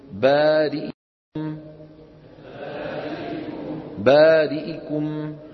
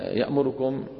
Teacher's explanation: رواها الدوري رحمه الله عن أبي عمرو باختلاس كسرة الهمزة من بارئكم وضمة الراء من يأمركم وبابه